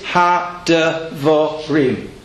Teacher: Just because you're pronouncing the shavo doesn't put a stress on it. There's no stress.